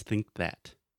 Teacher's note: Yeah, that combination with think that, it's really hard because you have think and you have to make the k sound and then that immediately after